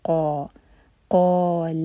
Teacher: قا یہ ہے مد طبعی، فتح کے ساتھ الف اور قاف ہیوی ہے، تو لمبا کریں گے تو ہیوینس کے ساتھ کریں گے. قا قال ال، لام کو لام سے جوڑا اور لام پر جھٹکا نہ آئے، لام ساکن پر.